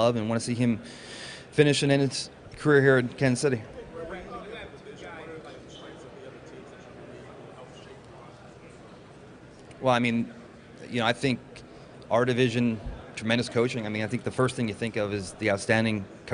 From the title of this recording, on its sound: live from the Combine